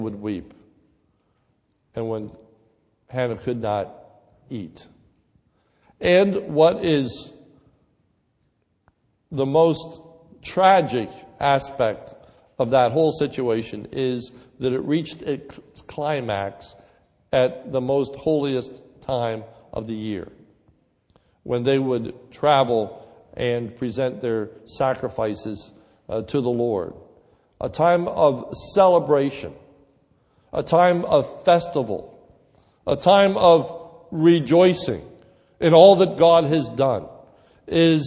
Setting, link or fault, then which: setting, large echoing room